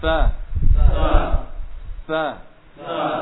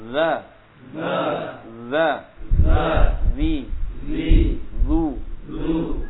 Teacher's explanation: Coba kita ucapkan sama sebenarnya makhrajnya sama, cuma beda sifatnya. Kalau sa nafasnya mengalir, kalau zal nafasnya tertahan.